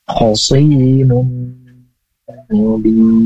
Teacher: suara nun suara tanwin itu masuk ke suara ke huruf mim